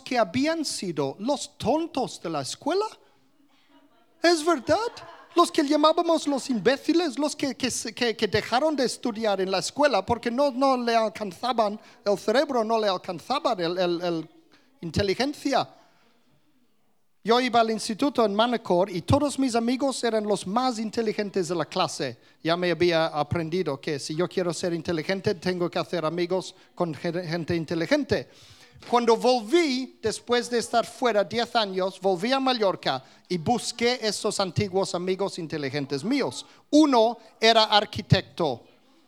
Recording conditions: live audience